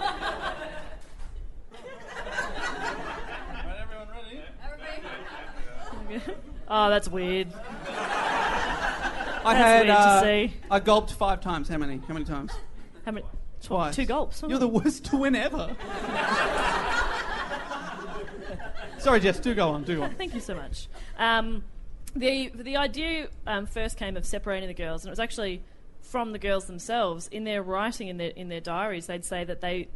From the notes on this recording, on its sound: Our second live show for the MICF 2018 was an absolute HOOT!